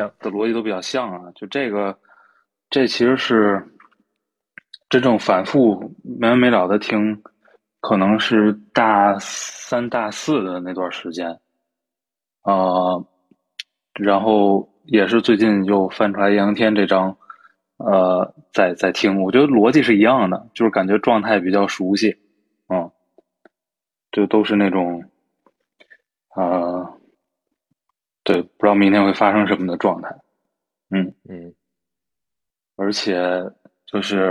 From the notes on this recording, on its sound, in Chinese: 主动响应管控要求在居家观察，只得线上录了一期懈怠歌单，说话不多，用挺糟糕的音质。